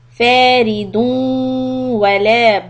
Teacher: this is also إدغام but now you have واو when the واو comes you must make a nasal sound